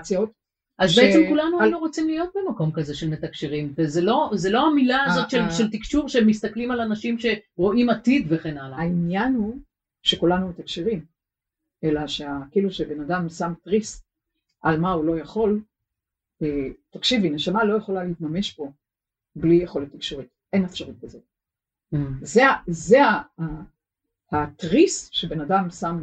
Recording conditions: poor sound quality